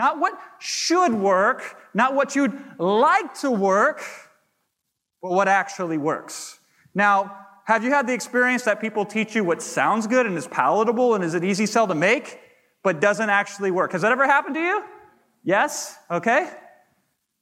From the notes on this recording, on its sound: to the audience at the HyperFast Sales Summit